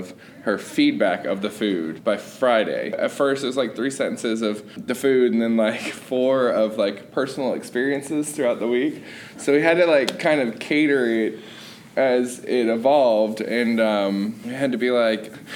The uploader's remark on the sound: These are real stories, told live.